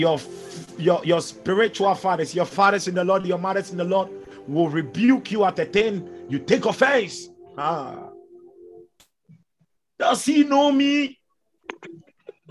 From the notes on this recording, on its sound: Zoom meeting.